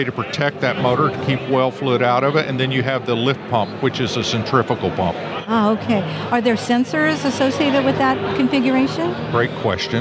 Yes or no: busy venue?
yes